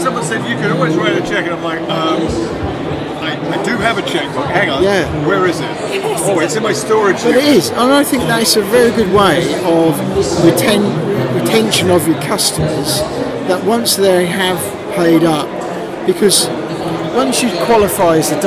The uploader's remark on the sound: The Go Diving Show 2022. We recorded a few interviews with exhibitors on Saturday 5th March. These is an in show recording so there is some background noise!